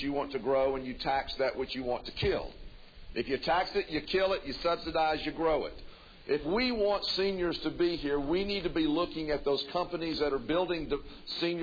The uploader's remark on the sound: Broadcasting live from NurseCare Nursing and Rehabilitation Center at 1736 Irving Place to answer senior related questions. This live forum was part of a Senior Health Fair from 8:30 am to 12 noon.